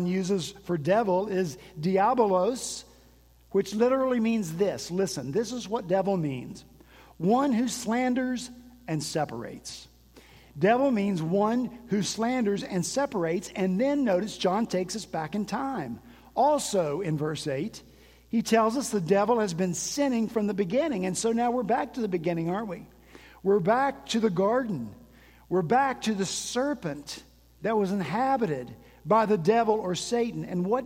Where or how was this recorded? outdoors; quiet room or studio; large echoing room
large echoing room